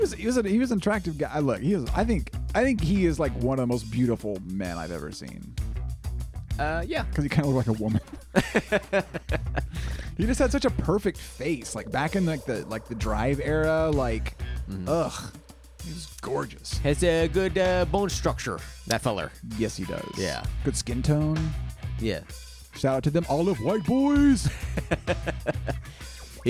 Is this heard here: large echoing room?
no